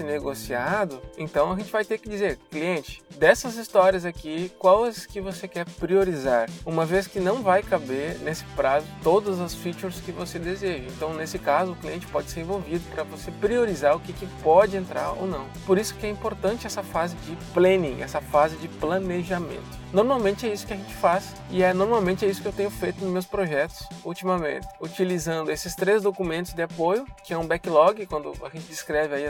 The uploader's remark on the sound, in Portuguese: Esse podcast é gravado durante o meu deslocamento no trânsito do Recife, dentro do carro enquanto dirijo por aqui.